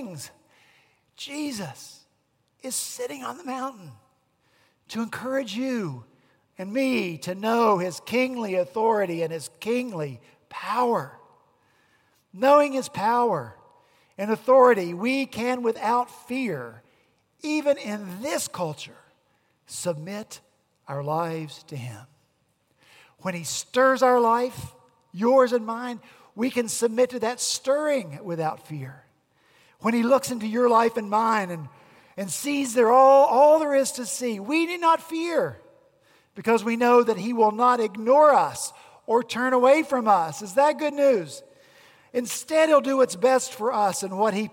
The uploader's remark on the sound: At Redeemer Presbyterian Church in Charleston, SC